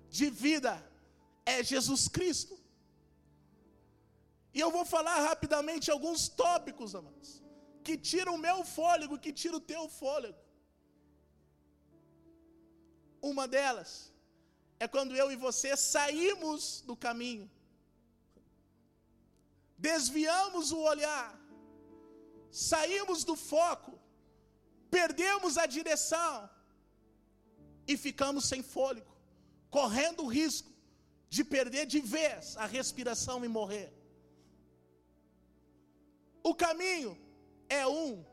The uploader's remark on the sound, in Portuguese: Esta mensagem foi gravada ao vivo